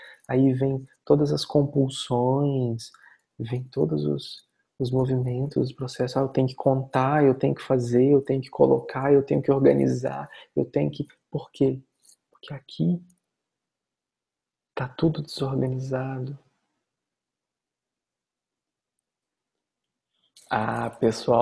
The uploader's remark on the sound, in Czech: Online viz Zoom